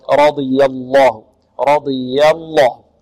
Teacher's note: رضي الله عنهم ورضوا عنه، رضي الراء مفخمة والضاد مفخمة، رضي ضي ضي لأن حرف إطباق الضاد، رضي الله رضي الله، نفخم الراء لأنها مفتوحة، ونفخم الضاد لأنها من حروف الاستعلاء